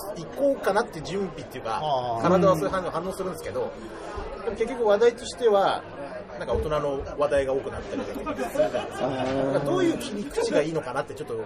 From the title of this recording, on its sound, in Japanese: 忘年(え?!)居酒屋トーク!!